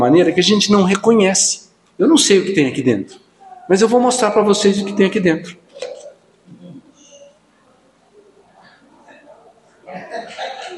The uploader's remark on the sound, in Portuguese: no culto do dia 20/08/2023